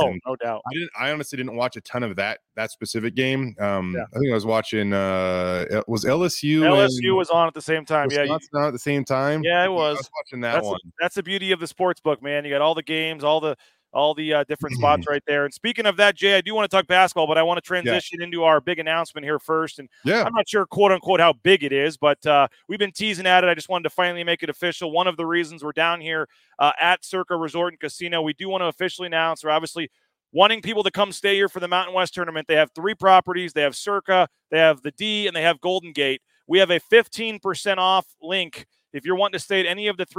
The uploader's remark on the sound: Live from Stadium Swim at Circa Las Vegas. LIVE at Stadium Swim at Circa Resort and Casino for Bronco Nation News.